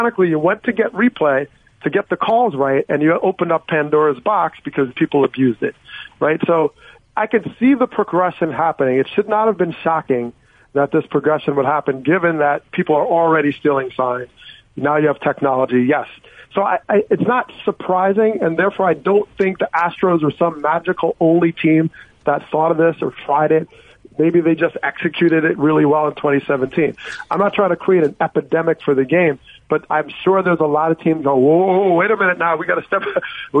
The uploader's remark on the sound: called in to the …/… show